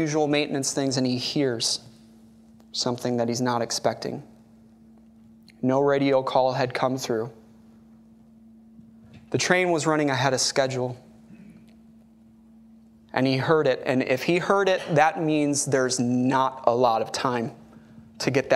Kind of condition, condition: setting, large echoing room